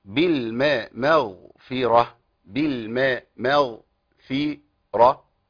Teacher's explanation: ميم مرققة، غين مفخمة، فاء مرققة، راء مفخمة، هاء مرققة · Term: مرقق لمفخم